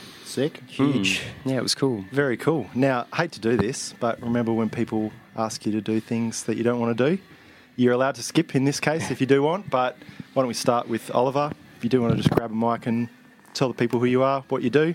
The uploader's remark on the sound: This is the recording from the first Claim The Throne Live Blodgecast held at The Hen House, Osborne Park. Joined by 6 local musos for a chat.